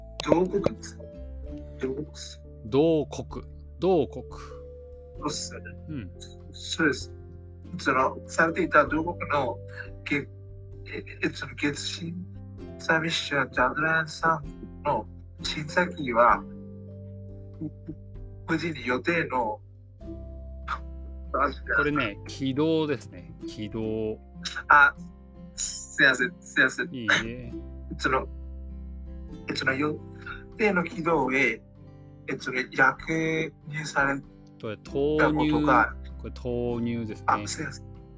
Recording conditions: poor sound quality